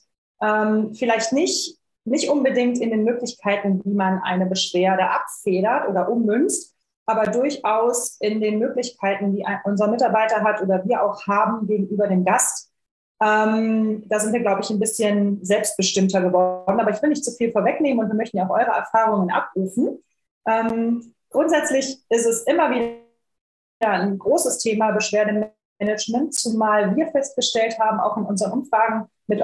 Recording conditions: video call